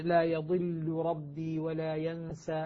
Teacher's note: أو مثلا: لا يضل ربي ولا ينسى، اللام مع الراء متقاربين، ولكن اللام لا تدغم في الراء بسبب التثقيل وهو التشديد